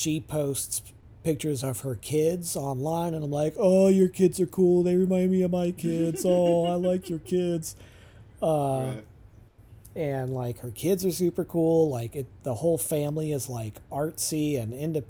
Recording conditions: sounds in the background